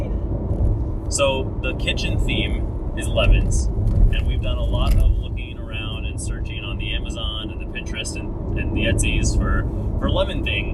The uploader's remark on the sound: while we drive in the car